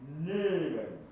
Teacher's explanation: A の音が、えい、えいというふうに、やや E に近く